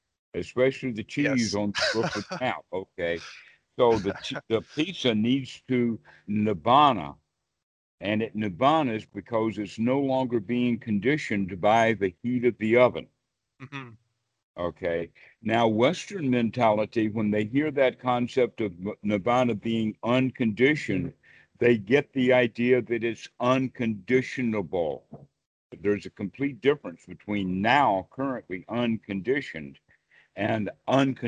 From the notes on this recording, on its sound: skype calls on this channel